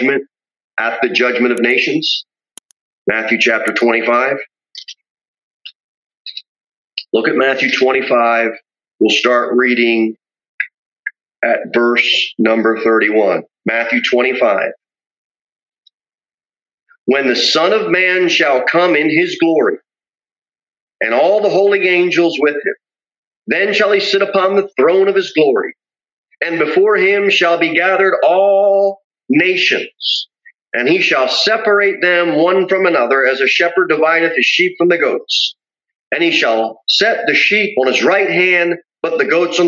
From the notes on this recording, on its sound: Sermon delivered at Pilgrim Baptist Church